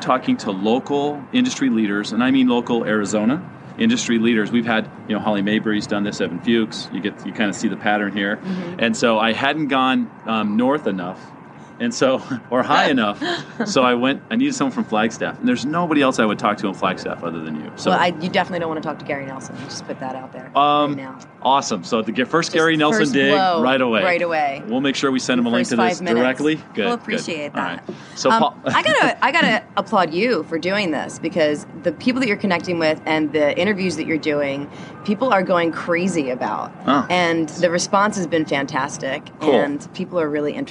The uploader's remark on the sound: This was my first remote episode. Sat on a balcony at the San Diego Convention Center during the 2015 NAR Annual Conference. If you listen closely, you can hear the clang clang of the trolley!